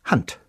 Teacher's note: Deshalb schreiben wir Hand mit D, obwohl wir, Symptom der Auslautverhärtung des Deutschen, T sprechen.